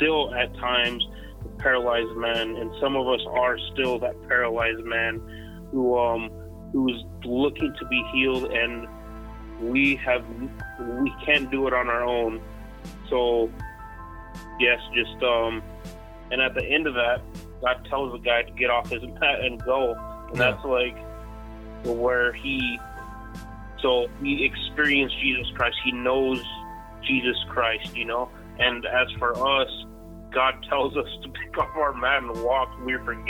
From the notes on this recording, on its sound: Live from Dessert Hot Springs California. This is was an awesome phone interview.